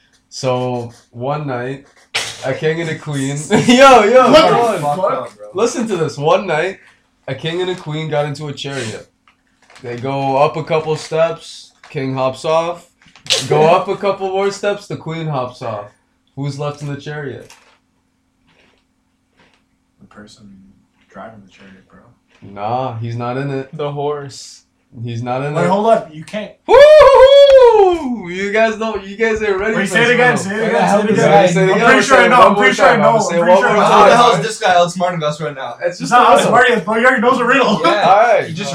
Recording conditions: background noise